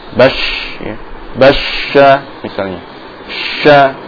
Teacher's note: Shin di wasatul lisan, ya, tengah lidah dengan langit-langit. Sehingga suara tersebut membentur permukaan bagian dalam dari gigi atas dan bawah. · Term: huruf shin